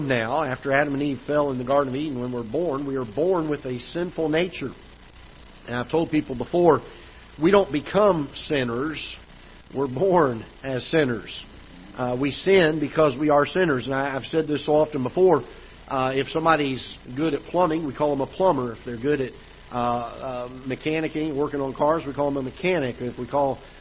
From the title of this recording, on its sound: Ketha Heights Baptist Church ~ Live Broadcast